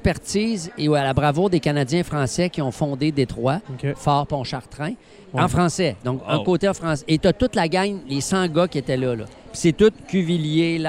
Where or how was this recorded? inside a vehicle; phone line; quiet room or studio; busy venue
busy venue